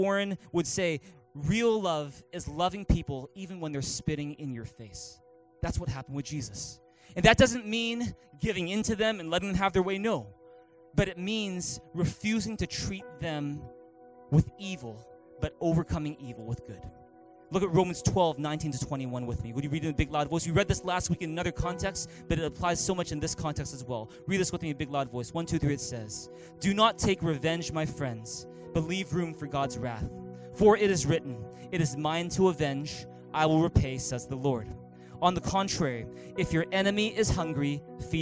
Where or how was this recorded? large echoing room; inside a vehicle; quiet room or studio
large echoing room